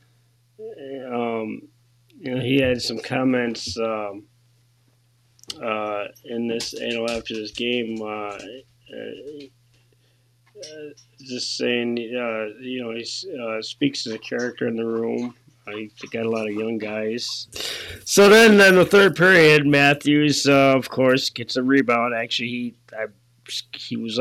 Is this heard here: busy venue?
no